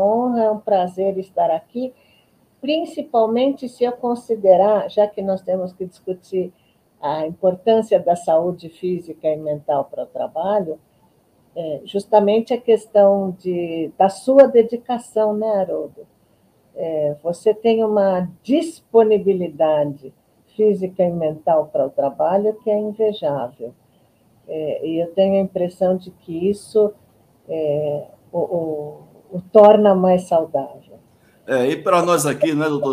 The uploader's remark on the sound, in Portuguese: Este é o áudio da Live que fiz dia 04/07/22